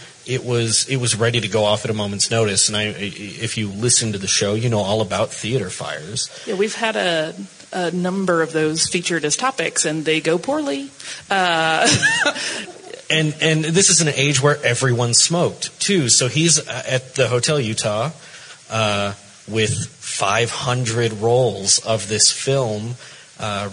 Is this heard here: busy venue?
yes